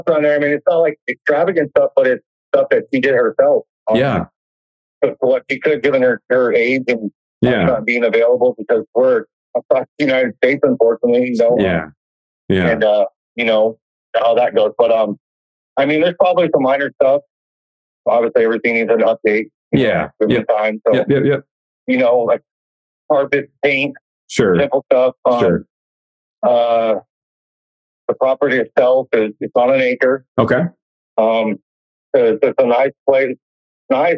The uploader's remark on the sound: During this LIVE coaching call